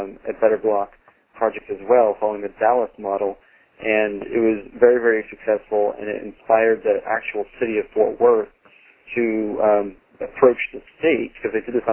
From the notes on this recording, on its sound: Call recorded on February 16, 2012.